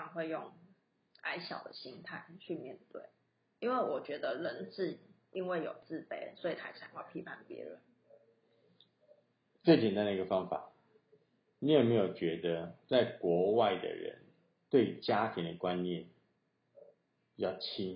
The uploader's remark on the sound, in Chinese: 這一集是在一個電影工作室裡錄製的，所以效果有一點差